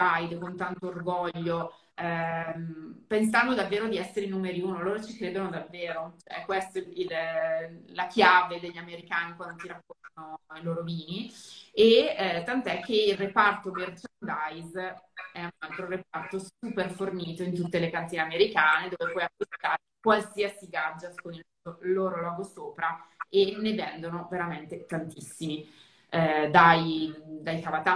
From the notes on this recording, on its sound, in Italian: Vi propongo la registrazione audio della diretta Instagram